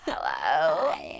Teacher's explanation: I feel like I have a lot of vocal fry right now.